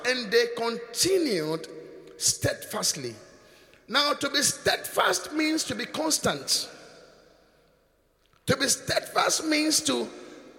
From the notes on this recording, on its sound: Preached at the Qodesh